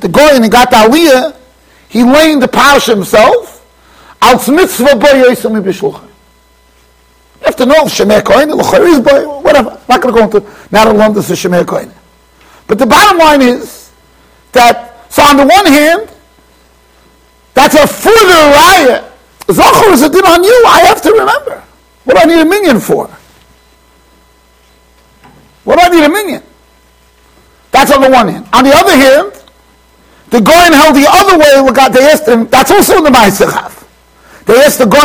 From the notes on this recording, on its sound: Shiur recorded in Yeshivas Ohr Reuven, Monsey NY.